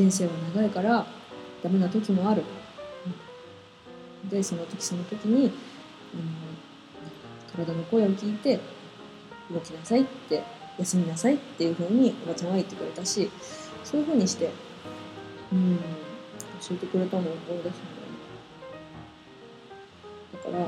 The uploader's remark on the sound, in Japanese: パソコンのフィンが回っちゃって雑音多いです